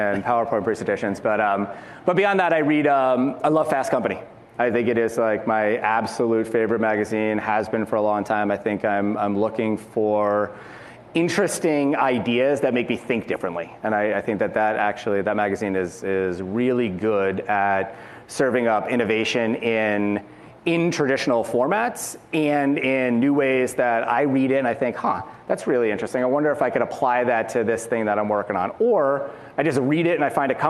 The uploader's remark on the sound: In this episode of Uncommon Thinking, originally recorded at Advertising Week New York.